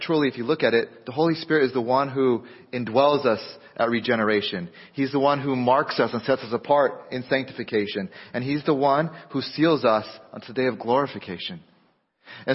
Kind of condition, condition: setting, large echoing room